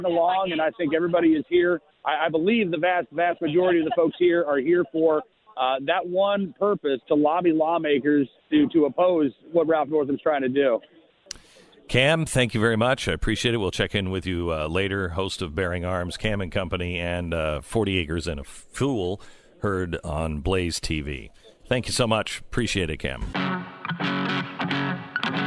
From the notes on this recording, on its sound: Reports live from the Virginia capitol as thousands peacefully lobby for their gun rights.